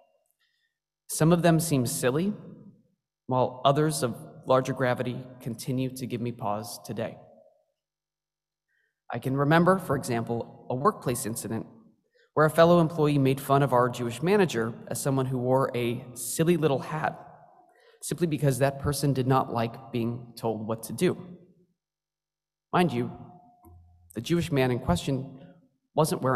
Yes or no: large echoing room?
yes